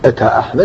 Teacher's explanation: أتى أحمد تمال لأنها لم يمنعها مثلا مانع